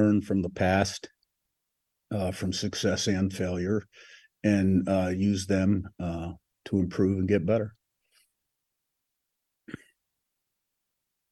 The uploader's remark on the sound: Sun Belt Zoom Call. By ESPN Harrisonburg.